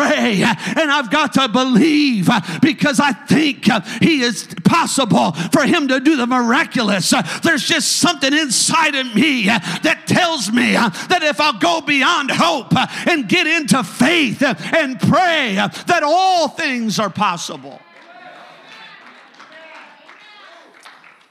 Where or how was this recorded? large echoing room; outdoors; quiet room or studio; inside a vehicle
large echoing room